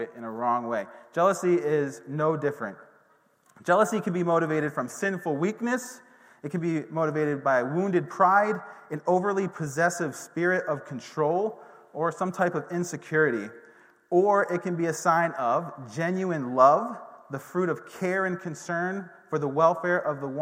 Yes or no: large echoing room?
yes